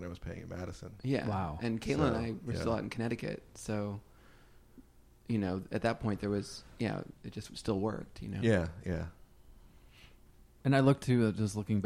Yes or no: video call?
no